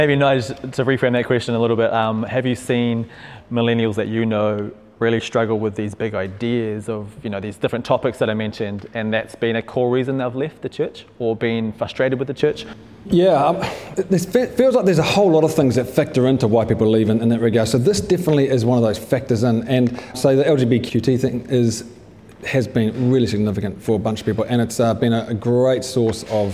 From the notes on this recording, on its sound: at a live event in Crave Cafe Auckland.